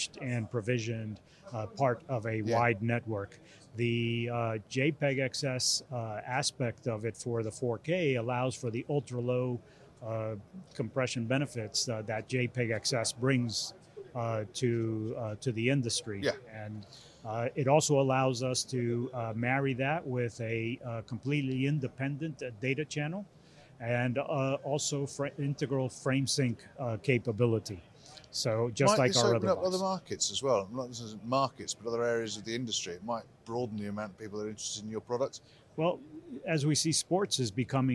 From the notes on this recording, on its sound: At IBC 2022